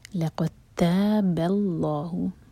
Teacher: با کو ہیوی نہیں کرنا، با لائٹ رہے گا